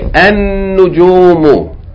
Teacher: But you're not going to pronounce it. You're going to double the noon, and you're going to say An-Nujumu.